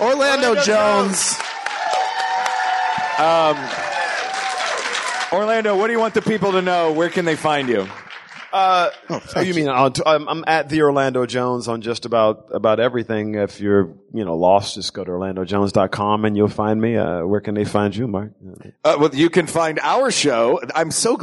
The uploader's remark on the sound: Recorded live at the Rex Theater in Pensacola.